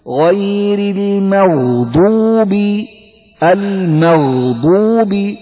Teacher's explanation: أنعمت والمغضوب، احرص على عدم قلقلة الغين في كلمة المغضوب، غير المغضوب المغضوب، لا تقل غير المغضوب، لا غير المغضوب، شوف مغ، ولا تنسى أن الغين حرف رخو يعني زمنه طويل